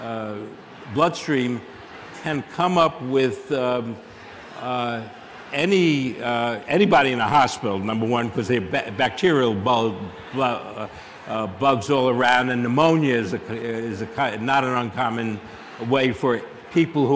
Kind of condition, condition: setting, live audience